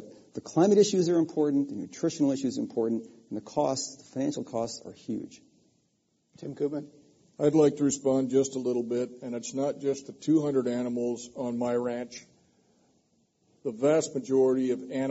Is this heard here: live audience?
yes